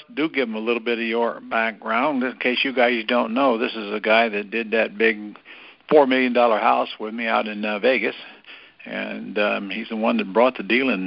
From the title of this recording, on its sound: Gold Club Q&A Call